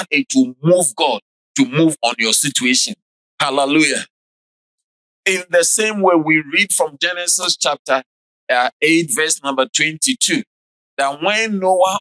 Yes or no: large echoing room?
yes